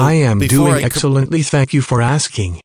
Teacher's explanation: Ooh, that was very breathy.